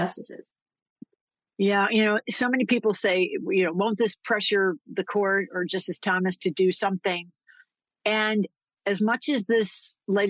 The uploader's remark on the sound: This program was recorded via video conference on April 10th, 2023 by the Commonwealth Club of California.